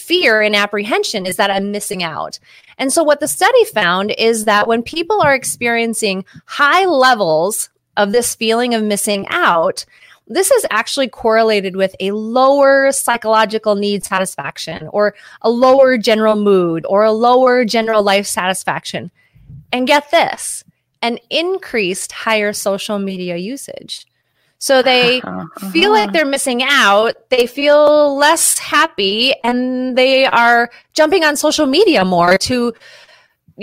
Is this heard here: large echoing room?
no